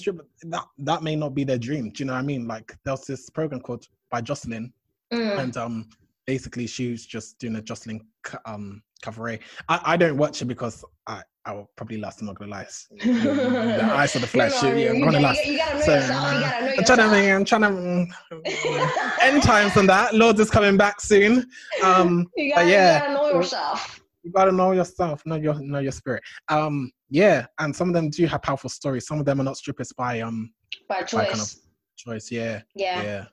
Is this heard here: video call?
yes